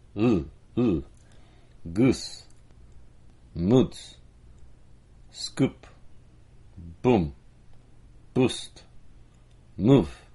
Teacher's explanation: The oo sound, as we've seen earlier, lacks lip rounding, and your lips should be spread, sort of a grimace.